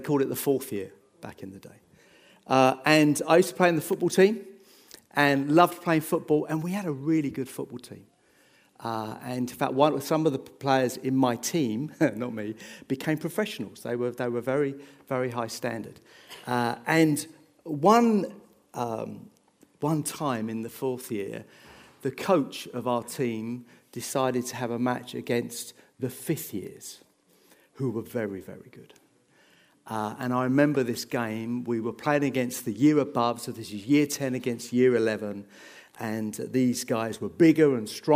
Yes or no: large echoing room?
yes